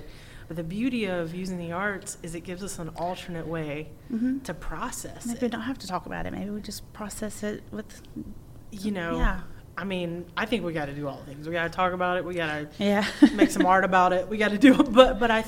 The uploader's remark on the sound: Recorded at this year’s Whole Schools Summer Institute in Hattiesburg